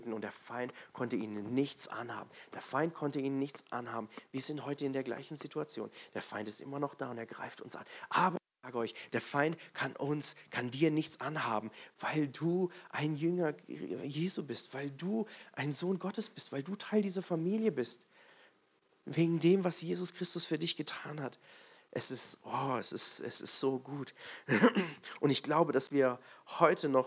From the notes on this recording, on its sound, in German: in der Gemeinde Kaleo Schopfheim aufgenommen.